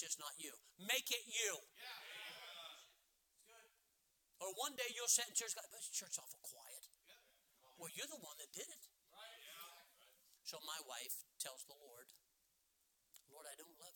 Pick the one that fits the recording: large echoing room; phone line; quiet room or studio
large echoing room